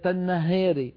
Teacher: النهار هذه يقللها لأن الراء مكسورة